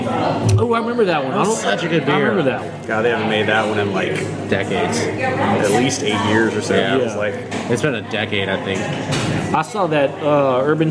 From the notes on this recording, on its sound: At Cypress Coast Brewing in Baton Rouge.